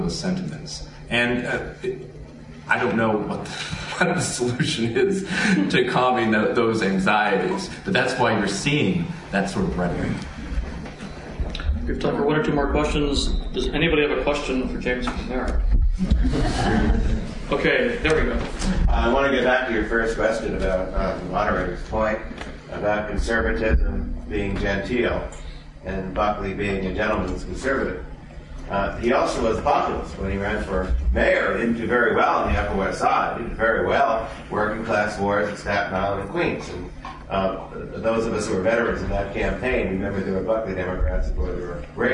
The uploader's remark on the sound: A panel discussion recorded at the Conservative Political Action Conference, Washington DC., on 2/28/2009.